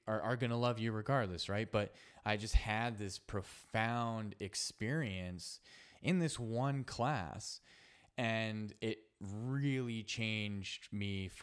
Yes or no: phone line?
no